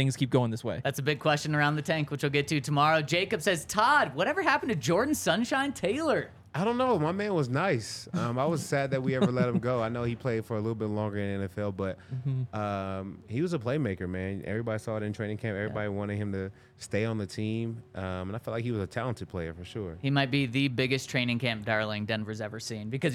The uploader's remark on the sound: coming to you LIVE from the DNVR Bar